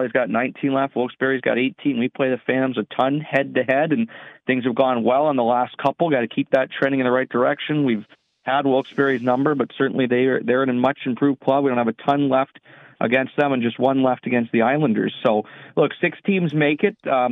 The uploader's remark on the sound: Joins via phone fresh back from Canada.